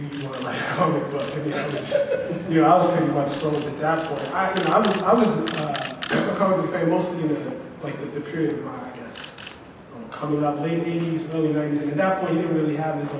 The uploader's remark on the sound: Black Panther NYCC 2016 Panel_1.mp3.